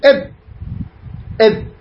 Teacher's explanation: شديد ما يجري نفس تهم إب إب يعني ليس هو رخو ليس هو رخو ما في يعني جريان في النفس عند النطق به زين.